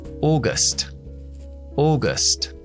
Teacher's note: Segunda sílaba es schwa.